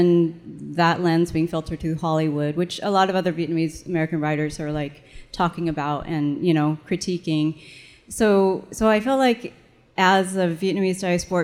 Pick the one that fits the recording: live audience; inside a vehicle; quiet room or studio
live audience